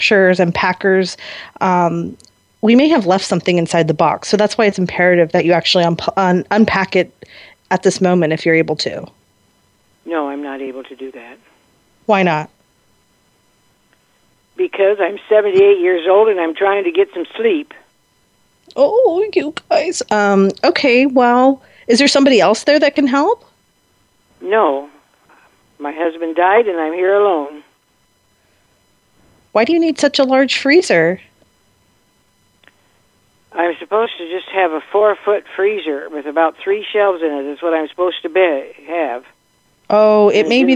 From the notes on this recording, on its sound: …'s Personal Prank Phone Calls Collection.